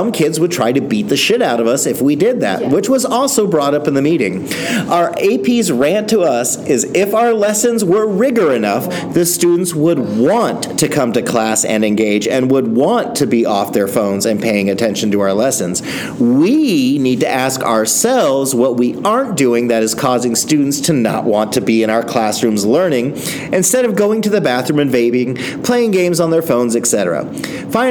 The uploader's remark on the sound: recording live at a teacher conference and joined by many!